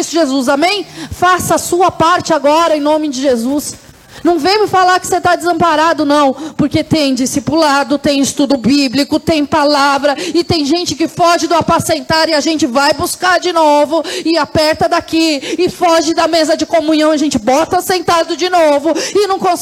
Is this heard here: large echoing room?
yes